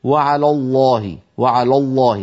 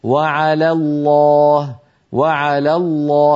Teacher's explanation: لام لفظ الجلالة في كلمة على الله مفخمة، لكن لام على ليست مفخمة، فلا يصح أن يقول القائل وعلى الله وعلى الله، بل يقول وعلى الله وعلى الله، فيرقق لام على ويفخم لام لفظ الجلالة · Shown in: second take